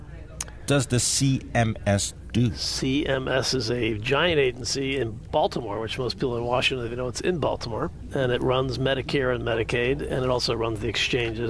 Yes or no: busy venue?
yes